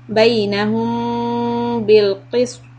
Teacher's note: This meme sukun followed by letter ba is Ikhfa Shafawi.